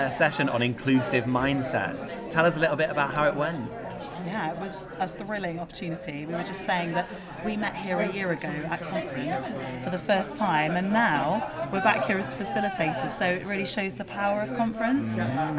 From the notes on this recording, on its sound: NEU LGBT+ Educators' Conference 2024. In this episode we capture the conference by speaking with organisers, guests, and stall holders.